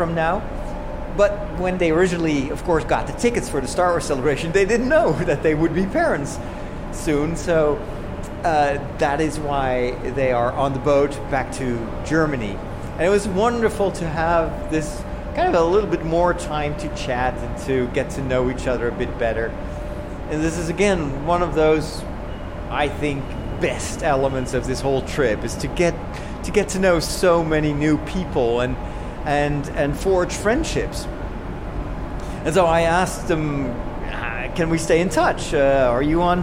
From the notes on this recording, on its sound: From London to Rotterdam. Recorded on the streets, in the underground, on the train, in the car and on the boat!